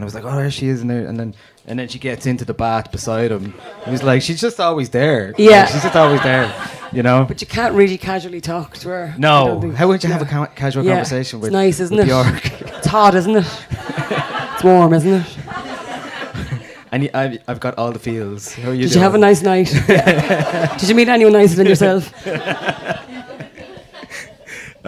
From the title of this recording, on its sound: Live at Another Love Story